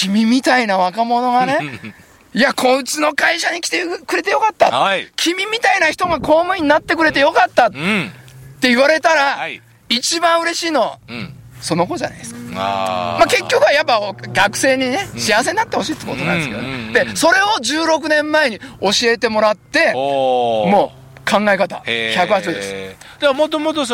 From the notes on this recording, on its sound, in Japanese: 長野県ビーナスラインの霧ヶ峰高原にて。バイクツーリングをして青空対談収録を開催いたしました。